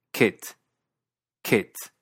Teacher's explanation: En Estados Unidos y en inglés británico estándar, tiende a sonar como una I relajada